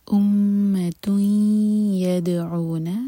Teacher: ادغام غنہ کے ساتھ تو میک شیور کہ ناک میں آواز جائے اور دو سیکنڈس کا ٹائم دیں